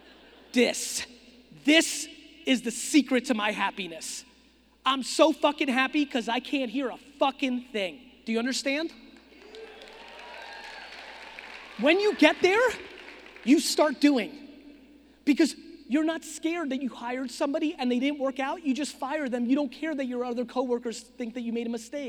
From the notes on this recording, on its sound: Phoenix Keynote. Fired up for this keynote I did a few months ago in Phoenix, Arizona. This was a big keynote.